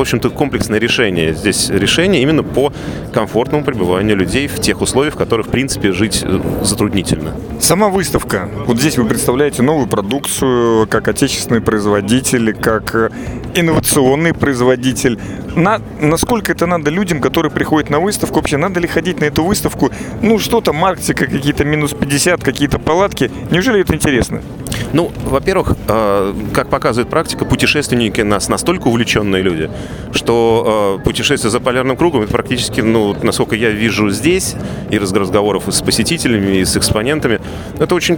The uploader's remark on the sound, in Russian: Записано в мобильной студии радиостанции с 2 по 4 декабря в Экспоцентре на Красной Пресне (Москва).